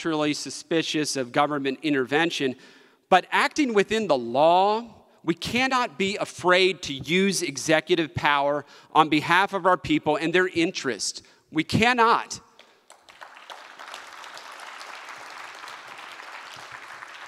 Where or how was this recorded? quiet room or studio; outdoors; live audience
live audience